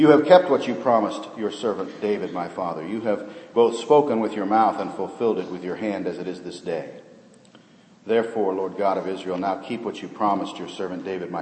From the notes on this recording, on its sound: This sermon was preached in the first service held in our remodeled auditorium